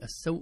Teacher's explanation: طبعا نقول السوء وليس السوء، إذا نفتح السين والواو حرف لين، هنا حرف لين وليس حرف مد